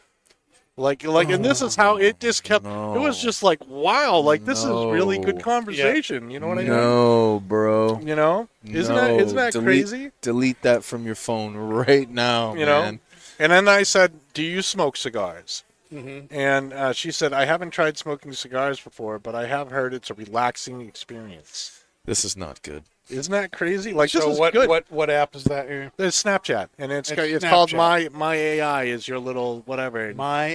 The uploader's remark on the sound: Recorded live from the 7-20-4 Lounge!